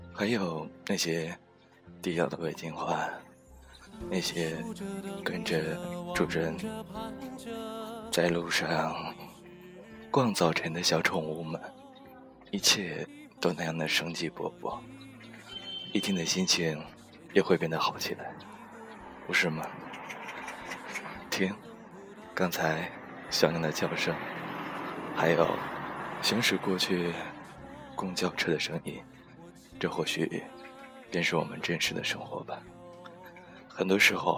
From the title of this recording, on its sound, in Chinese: 上班路上的唠唠叨叨#边走边录